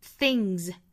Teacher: 最后的这个 s 发音呢是要发 z